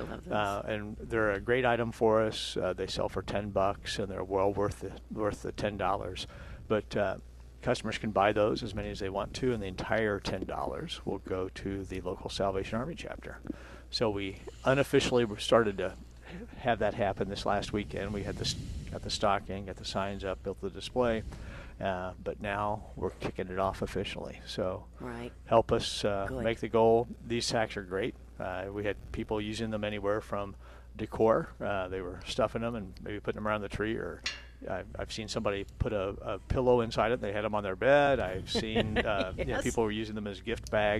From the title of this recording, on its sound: Plant Experts Live from Prairie Gardens